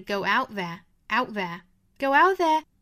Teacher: 这个 out 尾部的 t 就不能发出来了